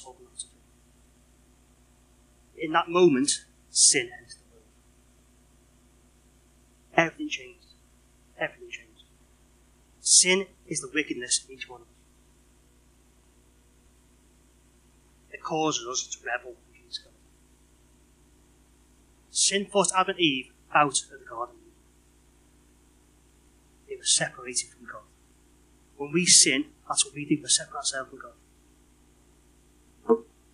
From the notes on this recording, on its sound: Unfortunately our recording had a fault this week so it has been edited to ensure listening comfort.